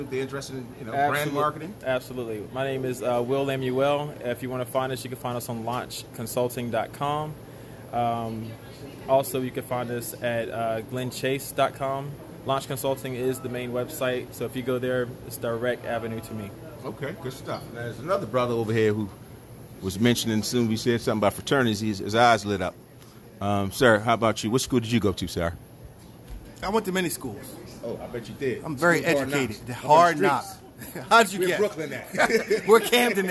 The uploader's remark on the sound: This episode I record live from the Lit Cigar Lounge located. In Swedesboro, NJ at 617, Auburn Ave.